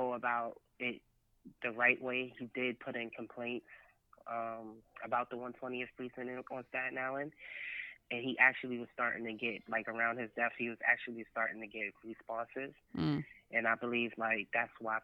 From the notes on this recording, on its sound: This episode consists of two interviews, done a week apart. Over the phone.